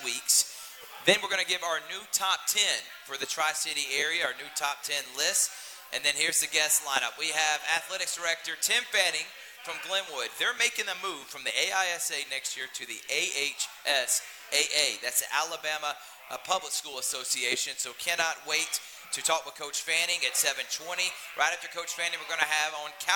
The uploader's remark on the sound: Live from Happy Hour Bar and Grill.